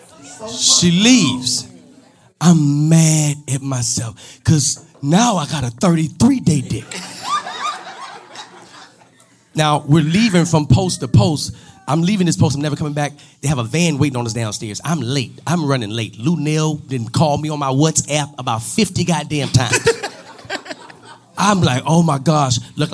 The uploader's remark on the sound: LIVE in Dallas